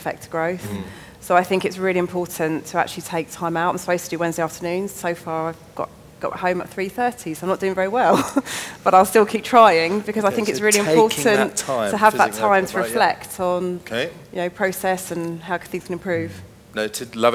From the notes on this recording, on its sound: Speaking on the second day Elite Business’ live event on March 10